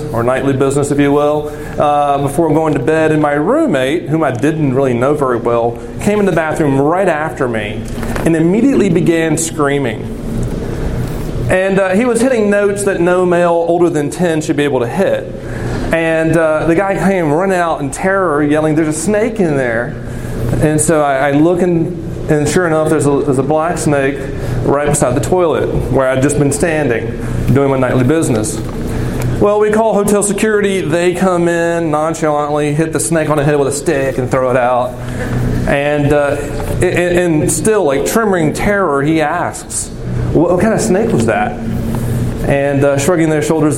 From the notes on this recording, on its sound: This recording is from Geneva College Chapel on Feb.